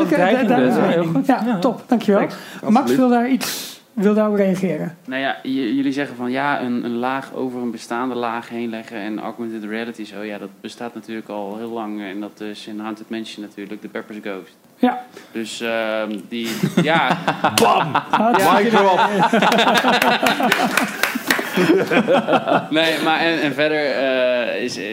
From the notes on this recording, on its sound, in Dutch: D-Tales On Tour, live vanaf NHTV, opleiding Attractions and Themepark Management.